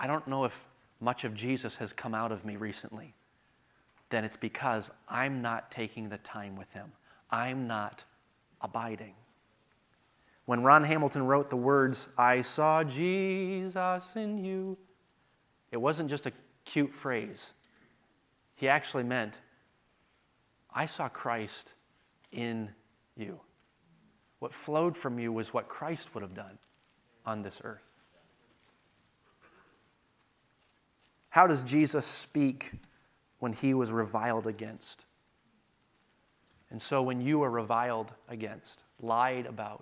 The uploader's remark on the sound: delivered at the 2023 Thee Generation Youth Summit at Falls Baptist Church in Menomonee Falls, WI this past October 11-13, 2023